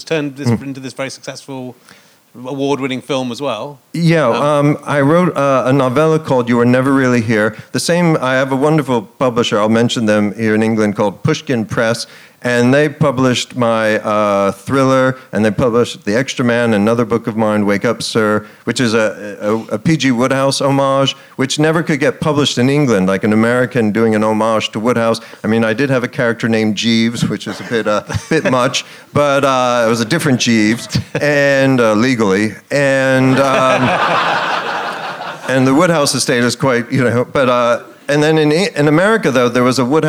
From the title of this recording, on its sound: Leicester Square Theatre Podcast